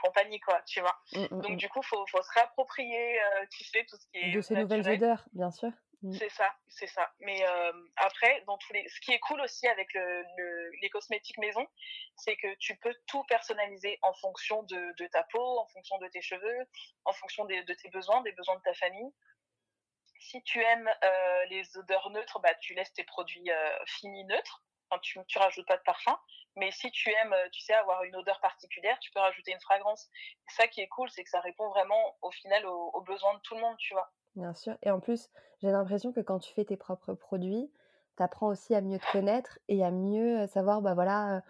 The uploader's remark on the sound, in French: Nous avons eu un petit problème d'enregistrement (oups) donc la qualité audio n'est pas la meilleure sur cet épisode